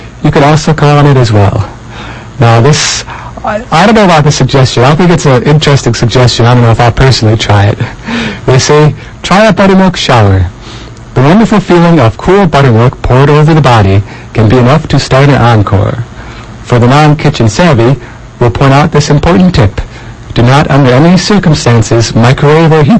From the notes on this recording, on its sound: Inexplicable muffling and peaking of today’s audio.